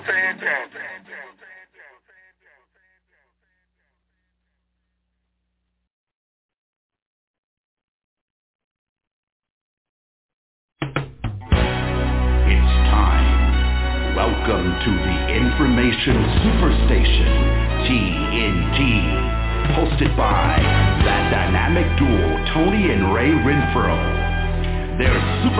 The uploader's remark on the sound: TNTSuperfantastic Conference Call